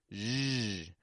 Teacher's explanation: making an SH position and then I am voicing the sound · Term: zh sound